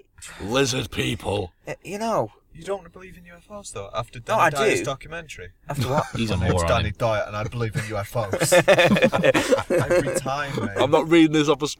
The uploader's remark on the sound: get together in the car once again